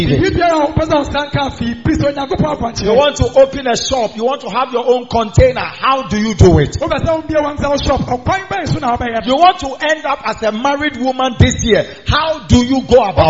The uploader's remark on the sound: Preached On Sunday At The Miracle Arena